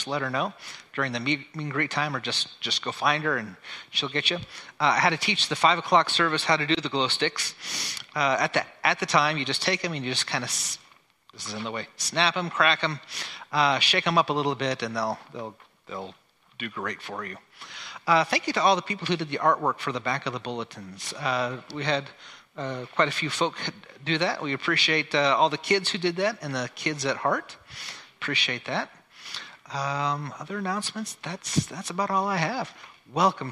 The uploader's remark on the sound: Christmas Eve Candlelight (Contemporary service) - Audio